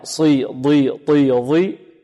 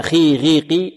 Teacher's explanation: صي ضي طي ضي مستعلية مطبقة، وعندنا خي غي قي منفتحة ماذا؟ مستعلية منفتحة